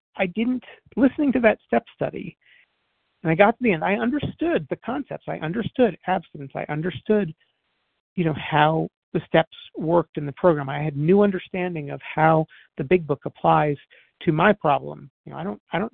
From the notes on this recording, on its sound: 100 Pounders Phone Meeting